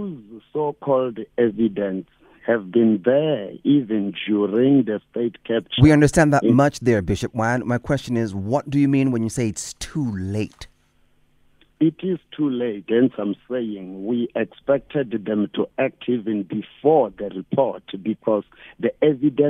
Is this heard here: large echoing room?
no